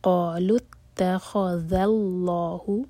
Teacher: ذال کو ہیوی نہیں ہونے دینا، لام جلالہ ہیوی ہوگا